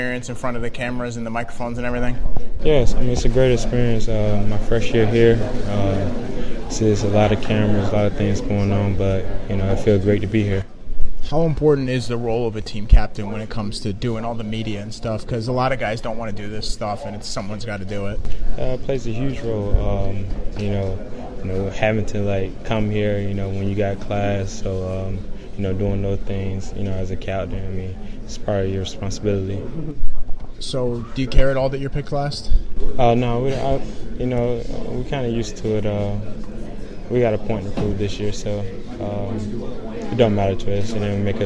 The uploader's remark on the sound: live from Big Ten Basketball Media Day at Madison Square Garden.